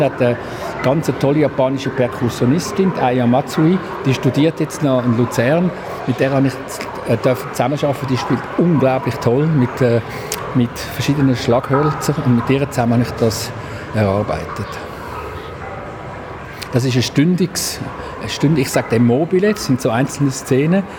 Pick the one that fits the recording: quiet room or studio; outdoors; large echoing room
outdoors